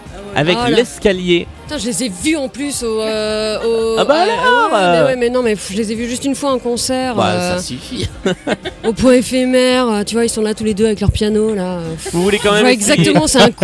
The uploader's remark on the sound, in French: Deuxième halte de notre tournée d'été, à Avignon pendant le festival ! Nous avons enregistré à l'heure du petit déjeuner, à la terrasse du Cid Café qui nous a accueilli.